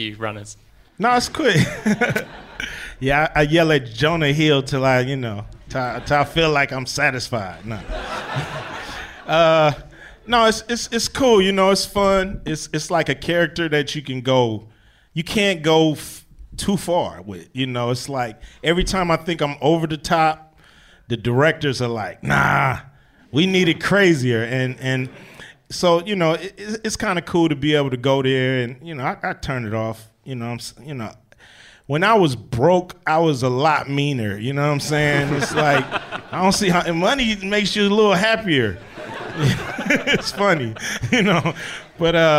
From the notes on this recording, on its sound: The Empire Podcast was recorded LIVE in front of an audience of lucky, lucky fans in Leicester Square's very own Prince Charles Cinema.